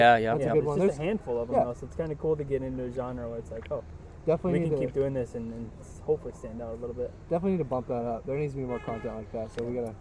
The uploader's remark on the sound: sitting down with me at the Swimbait Universe gathering